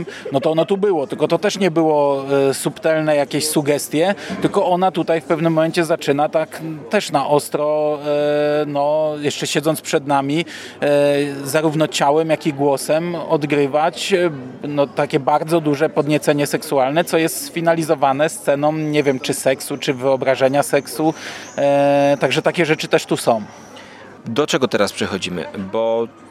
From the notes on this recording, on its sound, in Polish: W wyjątkowym nagraniu, na żywo, na gorąco, prosto z ogródka, gdzieś pomiędzy krakowskim rynkiem a Wawelem.